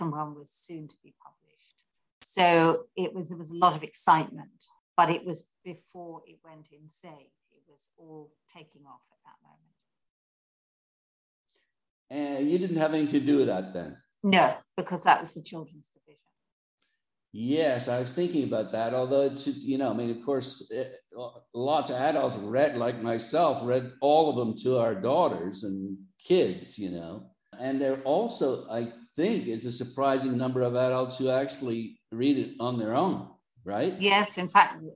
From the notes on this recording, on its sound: The Zoom connection was poor on this one.